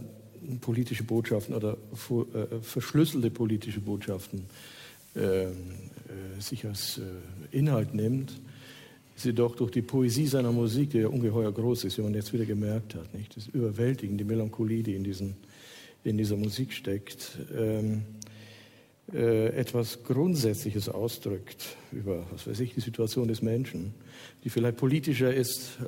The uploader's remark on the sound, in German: Live aus dem Schloss Gottesaue in Karlsruhe